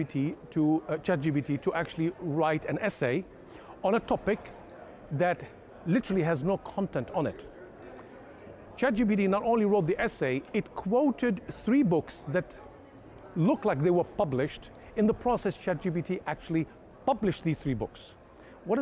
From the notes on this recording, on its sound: directly from the RSA Conference 2023 in San Fransciso